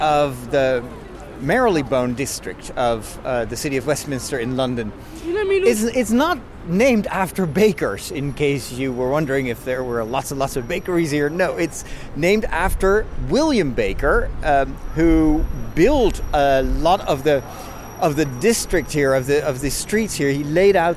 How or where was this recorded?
outdoors